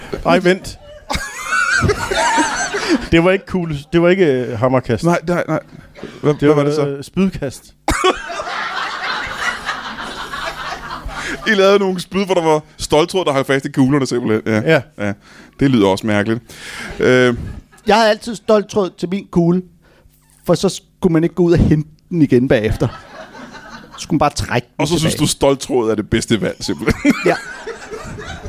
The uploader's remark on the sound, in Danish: LIVE fra Kolding.